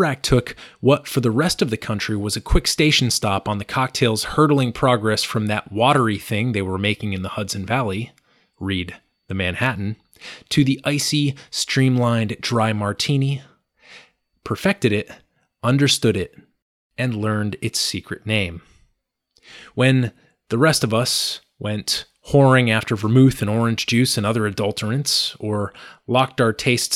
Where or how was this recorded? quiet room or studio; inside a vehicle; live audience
quiet room or studio